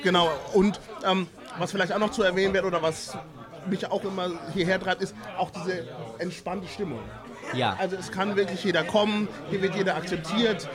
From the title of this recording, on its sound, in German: Live vom U35 Fetisch-Stammtisch in Hamburg